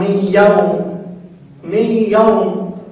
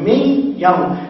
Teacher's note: أدغمت في الياء، يعني أبدلت ياءً وأدغمت الياء يعني مي يوم، لكن الغنة تبقى. · Term: النون الساكنة